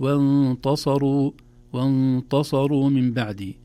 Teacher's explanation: لو لم ننتبه للتاء لخرجت وانتصروا وانتصروا من بعد، تصبح التاء قريبة من الطاء بسبب مجاورتها للصاد، لكن نرقيقها وانتصروا وانتصروا من بعد.